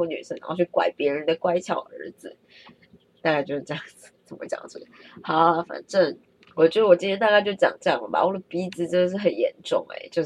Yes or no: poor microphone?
yes